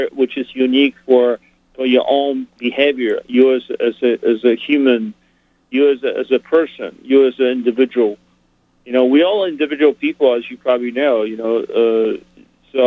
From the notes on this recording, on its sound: called